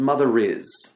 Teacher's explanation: if I follow that word mother with a word that begins in a vowel, for instance, the word is, I reinsert that R. So now it becomes mother is, right? · Term: linking R